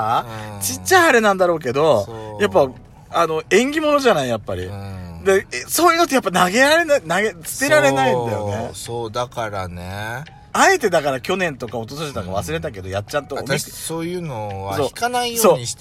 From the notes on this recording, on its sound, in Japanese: パーキング収録。